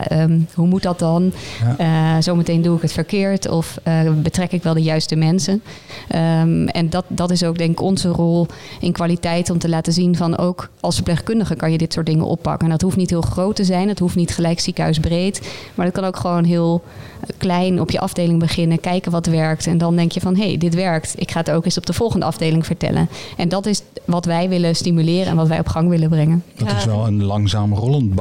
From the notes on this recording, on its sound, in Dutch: De podcast is de eerste van een zesdelige serie die werd opgenomen tijdens het kennisfestival Bruis op 14 juni.